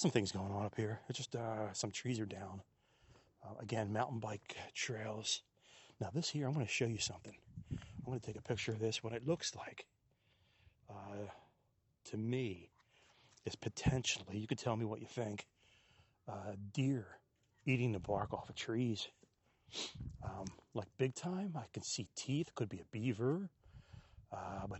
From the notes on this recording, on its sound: We hop in the truck and take a ride to the woods